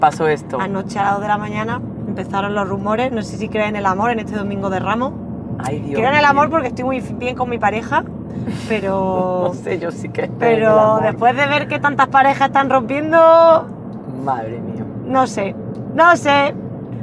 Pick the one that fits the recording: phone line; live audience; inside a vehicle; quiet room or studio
inside a vehicle